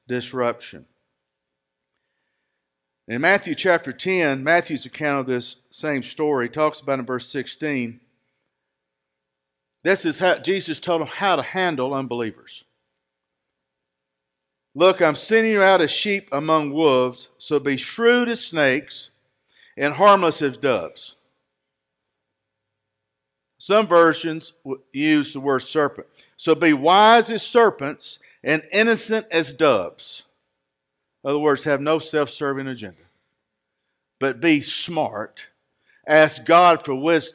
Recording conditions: large echoing room